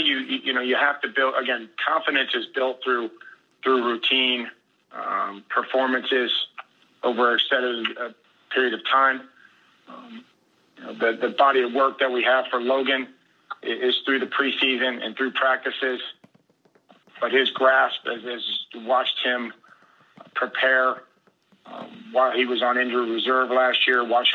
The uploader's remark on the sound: conference calls with the Nashville media